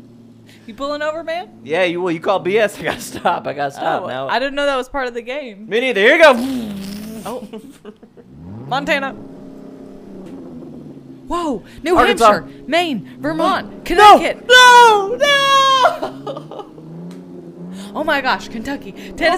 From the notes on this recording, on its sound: CB radio. Live from the open road.